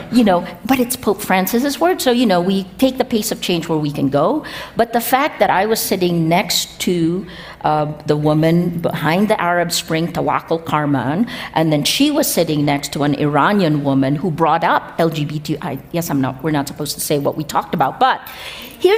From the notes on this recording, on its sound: meet on stage at the 2023 Aspen Ideas Festival